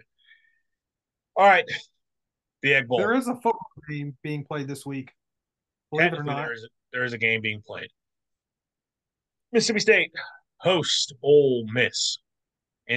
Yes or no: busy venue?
no